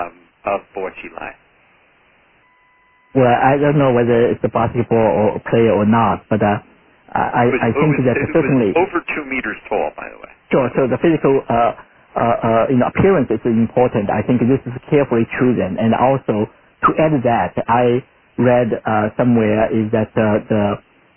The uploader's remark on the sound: Conference Call